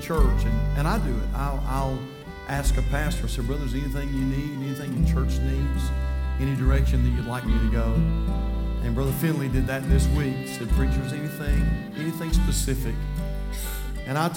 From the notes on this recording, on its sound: from the pulpit of Calvary Baptist Church